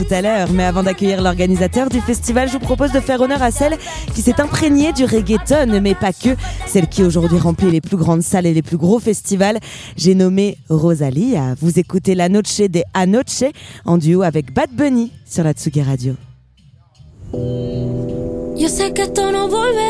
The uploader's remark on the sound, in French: En direct du TPA festival. Au micro de Tsugi Radio.